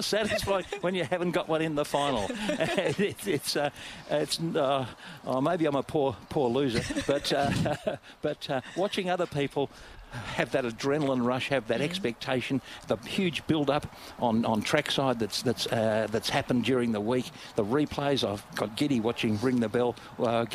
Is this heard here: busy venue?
yes